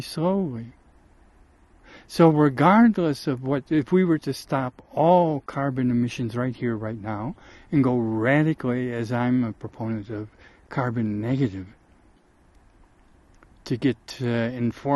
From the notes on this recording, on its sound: RECORDED at a place I call Muir Lake, the South WALLOWAS, Eagle Cap Wilderness VIII.